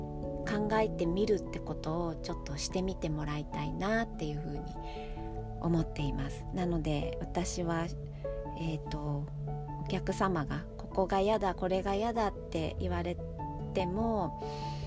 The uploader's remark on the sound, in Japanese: いつもの河川敷で録音しております。